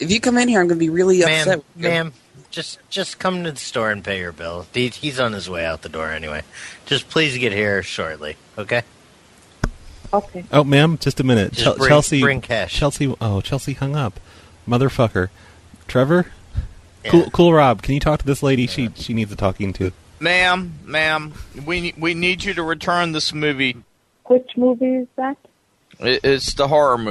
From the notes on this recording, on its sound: Prank Phone Calls